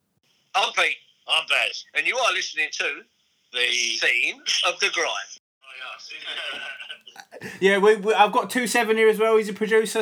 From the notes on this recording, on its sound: This week we have a phone call.